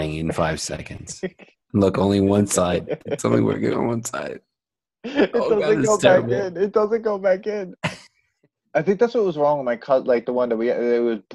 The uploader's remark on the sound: We recorded this on September 14th, 2020, on Zoom so there are some small sound discrepancies